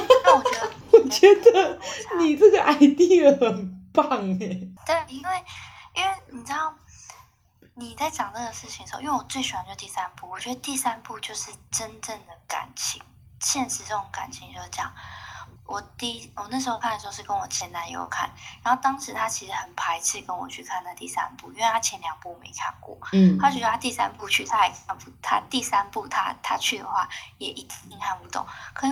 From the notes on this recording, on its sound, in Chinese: 我決定瞞著她打開手機錄音